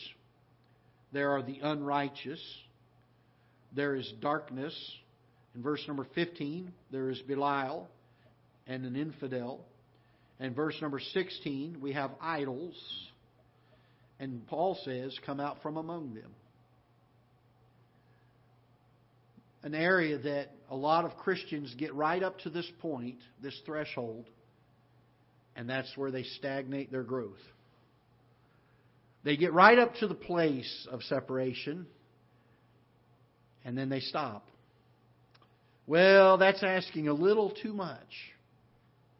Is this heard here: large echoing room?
yes